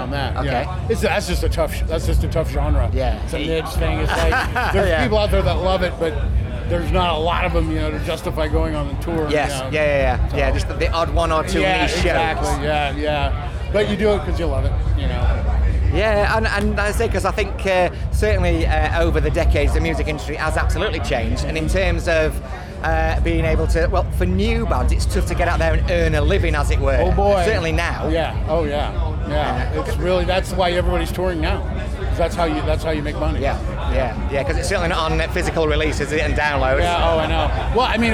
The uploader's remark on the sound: At Bloodstock Festival 2019.